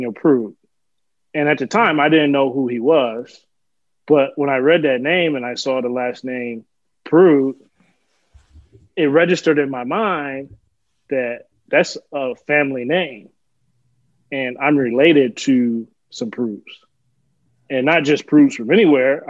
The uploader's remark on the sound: Recorded Live on Zoom